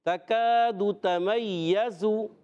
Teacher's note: ये ज़ा की अदायगी सीटी वाला है, ये दाल नहीं · Term: ज़ा सीटी वाला